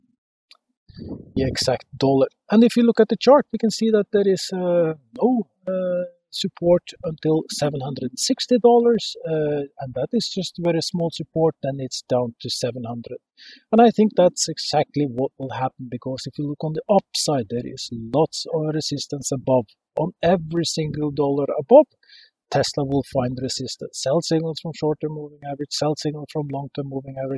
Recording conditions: outdoors